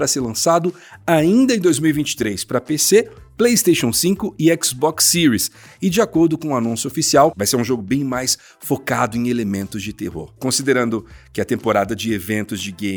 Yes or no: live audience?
no